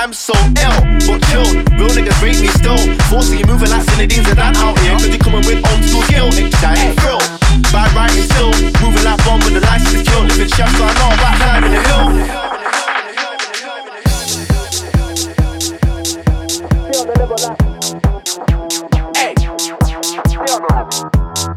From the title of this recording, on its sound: Live at Bangface Bristol Birthday 2016